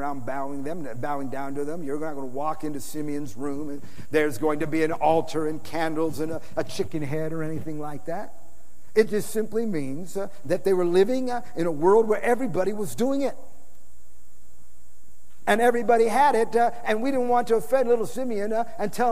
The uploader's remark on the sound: Preached in San Antonio TX OCTOBER 2006